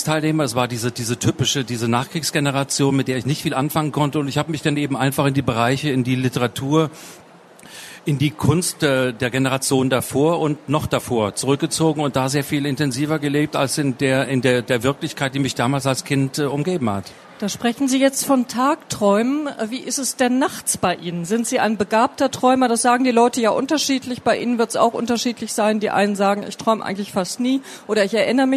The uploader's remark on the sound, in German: Es wurde im Rahmen der Veranstaltungsreihe „Spiegel Live“ im Oktober 2019 auf der Frankfurter Buchmesse aufgezeichnet.